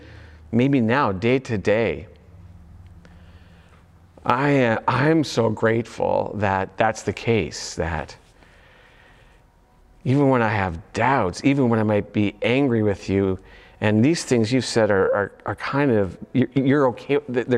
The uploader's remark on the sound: audio only recording of our service